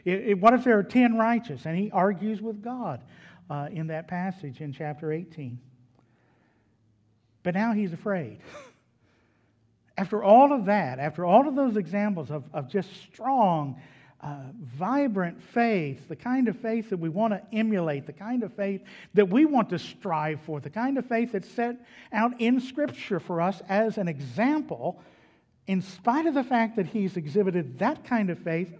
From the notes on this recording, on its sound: was delivered at Trinity Baptist Church on Wednesday evening, June 16, 2021.